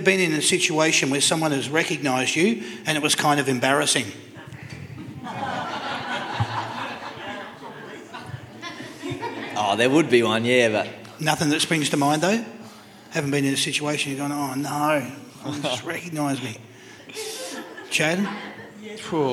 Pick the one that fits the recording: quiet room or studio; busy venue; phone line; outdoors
busy venue